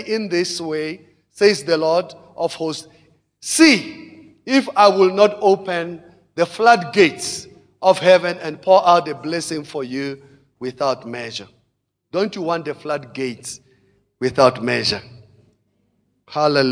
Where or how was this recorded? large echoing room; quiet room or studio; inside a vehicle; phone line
large echoing room